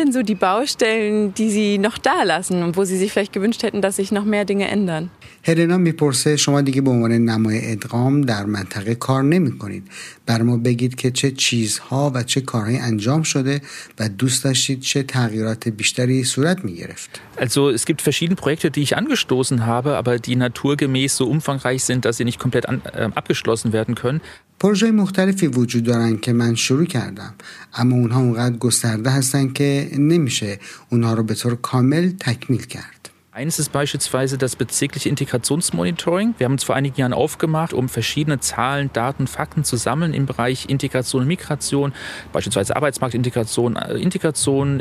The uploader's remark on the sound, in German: Podiumsdiskussion in der Freiwilligenagentur in Marzahn-Hellersdorf. Wir waren dabei und haben die Diskussion aufgezeichnet.